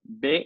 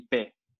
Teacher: La boca está haciendo exactamente lo mismo, la lengua está haciendo exactamente lo mismo, todo está en exactamente lo mismo, excepto que con uno estamos vibrando las cuerdas vocales y con el otro no, que fue lo que dijiste, como que hay más vibración con la B, ¿sí?